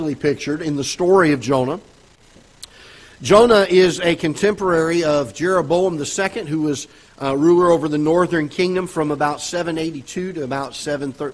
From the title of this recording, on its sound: Ketha Heights Baptist Church ~ Live Broadcast